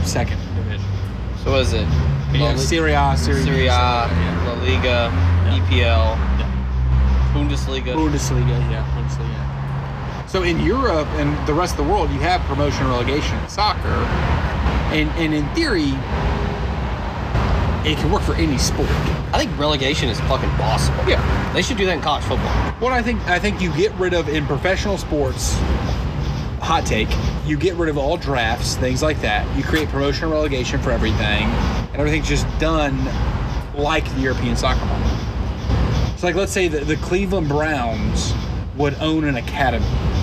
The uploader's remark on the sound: The fellas are all together in one place! We are on location at Second Line in Memphis.